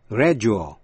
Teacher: Một số chữ có âm D đứng giữa một nguyên âm vowel và nguyên âm U phát âm như J